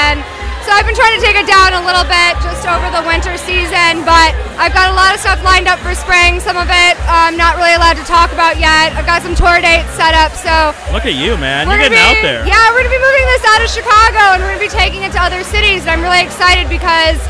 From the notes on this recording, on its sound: Recorded at the GlitterGuts Dance Punk Circus at the Metro. Featuring event attendees.